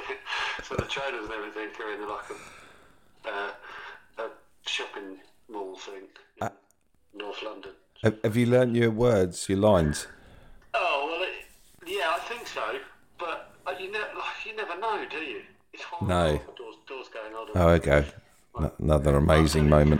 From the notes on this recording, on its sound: We chat to one another on a phone.